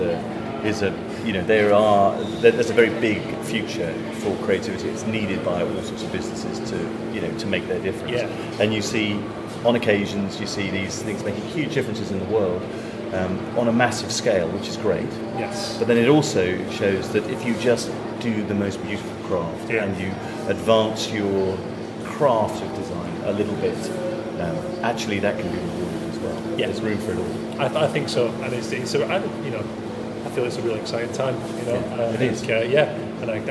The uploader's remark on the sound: On location at the inaugural D&AD festival at the Old Truman Brewery